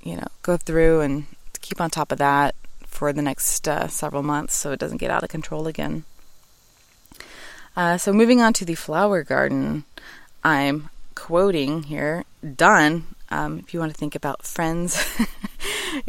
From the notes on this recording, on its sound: Live from My Backyard.